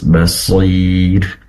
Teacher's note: Sot ini berasal dari ujung lidah yang terletak antara gigi seri atas dan bawah.